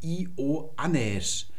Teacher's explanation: Das sind also drei Vokale, die nacheinander einzeln gesprochen werden.